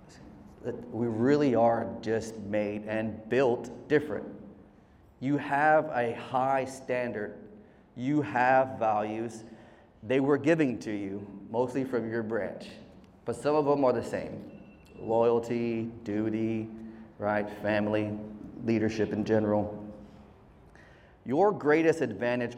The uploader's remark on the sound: a heartfelt speech delivered by our very own host at the Medical Center's "Veterans, Red, White, and You" event on July 13th, 2023